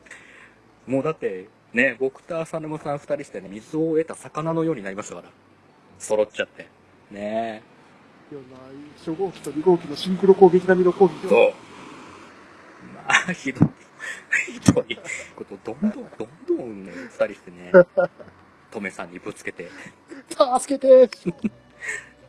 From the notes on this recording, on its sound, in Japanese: 復活のツイキャスです。諸都合で外での収録だったため、車の通る音なども聞こえますがご容赦ください。